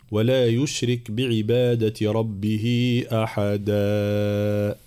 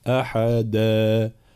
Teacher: في قوله تعالى ولا يشرك بعبادة ربه أحدا، طبعا الوقف على أواخر الآيات هنا كلها مد العوض، ومد العوض لا يزيد على ألف واحدة أي حركتين · Shown in: second take · فلا نقول مثلا ولا يشرك بعبادة ربه أحدا، لا، هذا ممنوع، أحدا.